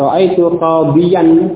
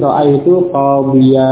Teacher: ketika dibaca dengan waqaf, tanwinnya tersebut hilang dan digantikan oleh alif yang sesudah huruf ya · Shown in: second take · Menjadi ra'a itu qabiyya.